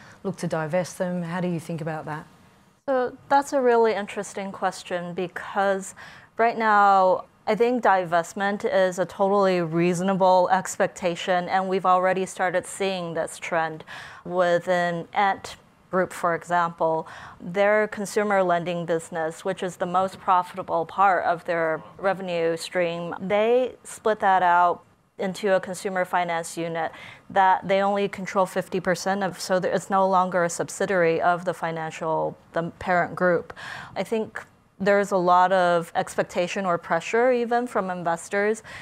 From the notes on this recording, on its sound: at the 2023 UBS Greater China Conference